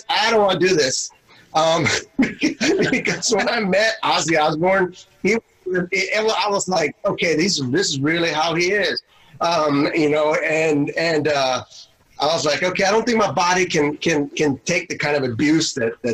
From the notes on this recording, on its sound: On this first virtual Facebook Live episode, I send out an invite to all past Frequency Interrupted guests and a few join in for a great time!